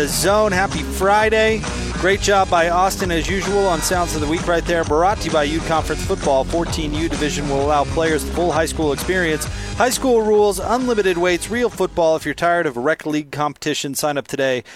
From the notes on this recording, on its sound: LIVE at The Warehouse